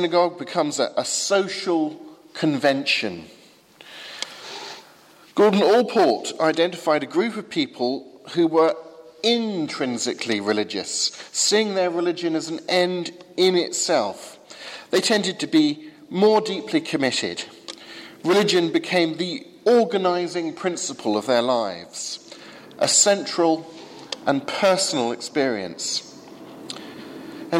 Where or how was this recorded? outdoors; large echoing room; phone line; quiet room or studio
large echoing room